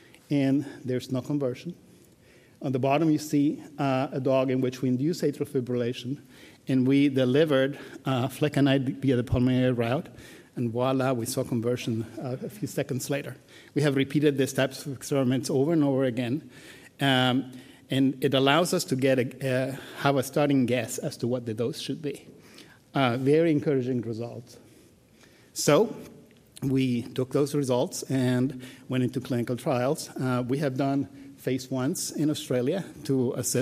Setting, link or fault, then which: setting, busy venue